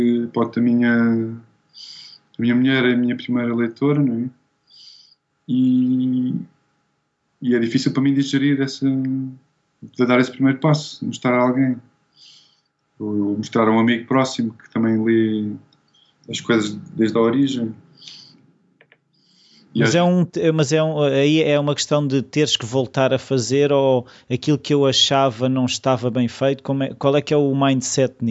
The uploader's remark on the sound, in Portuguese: Fizemos a entrevista vis Skype, pois ele vive em Londres.